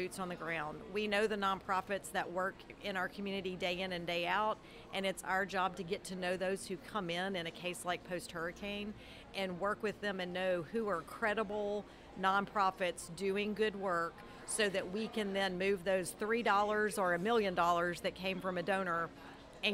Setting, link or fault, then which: setting, busy venue